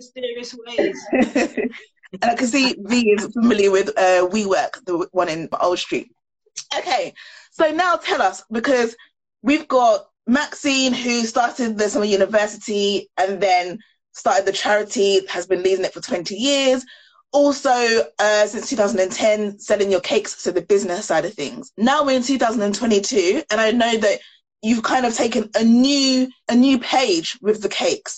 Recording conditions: video call